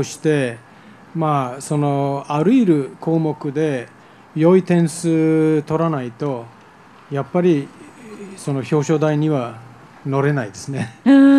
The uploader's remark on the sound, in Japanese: 今回は、11/3に開催された「ニコル・オーナーズ・デイ2015」。そのイベントにお邪魔して行った、公開録音の模様をお届け！